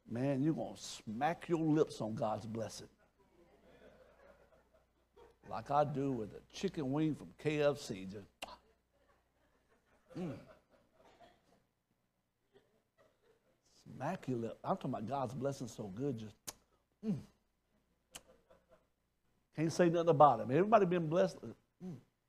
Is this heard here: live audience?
yes